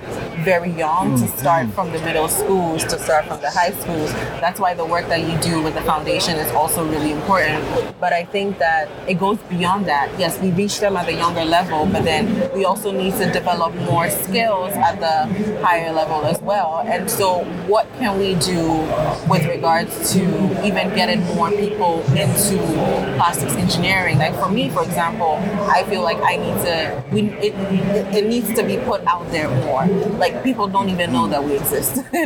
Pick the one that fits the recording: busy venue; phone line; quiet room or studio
busy venue